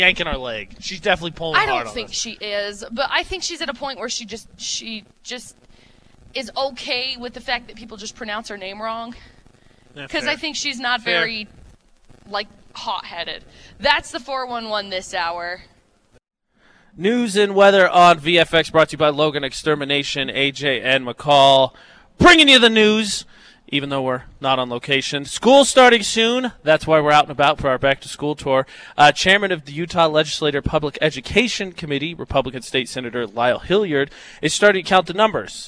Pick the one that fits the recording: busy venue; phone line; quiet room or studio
busy venue